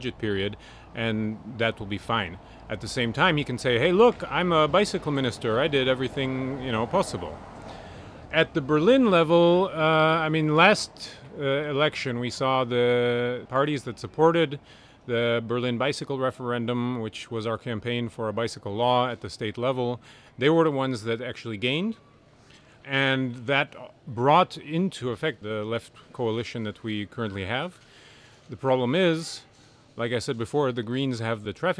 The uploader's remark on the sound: Recorded outdoors in the Berlin neighborhood of Prenzlauer Berg.